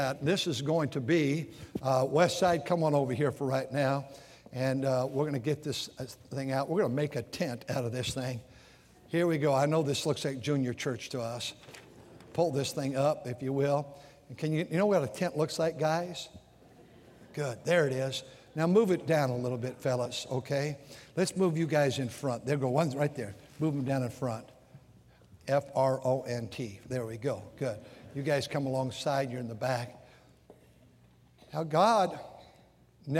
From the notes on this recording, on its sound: during the Sunday Morning service on August 27, 2023, at North Valley Baptist Church in Santa Clara, California.